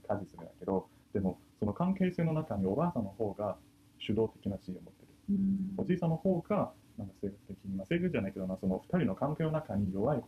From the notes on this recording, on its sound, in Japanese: オーディオの音質が機材の制限により、あまり良くなくてすみません！